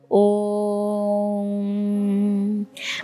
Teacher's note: A and U make the sound O, and then you have the M. Now, because two syllables form O, the O is twice as long as the M. So when you're chanting, you go Om.